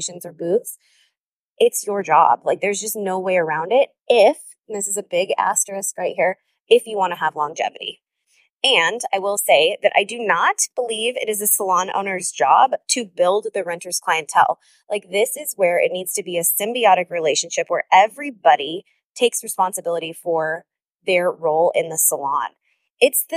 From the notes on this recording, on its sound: This episode was recorded in the car on my way home from a business intensive in the heart of the Arizona desert, so excuse the noise.